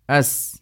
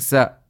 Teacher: the sound of safir is more in sakin than it is in mutaharik